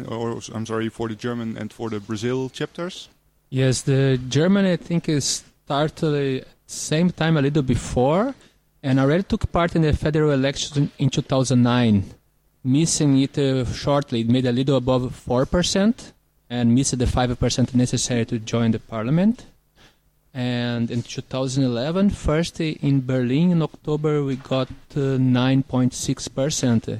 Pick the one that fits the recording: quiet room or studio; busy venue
busy venue